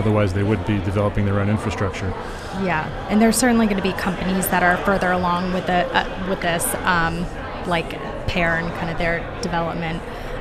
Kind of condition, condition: setting, busy venue